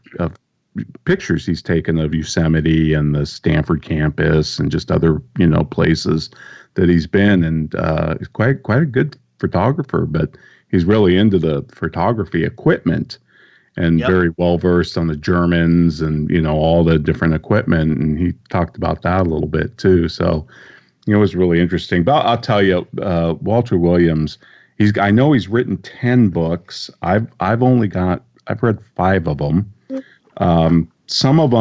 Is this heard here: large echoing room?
no